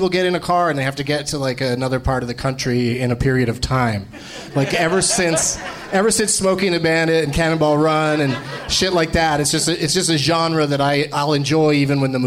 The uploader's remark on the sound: Live from the Funny Bone in Columbus, OH.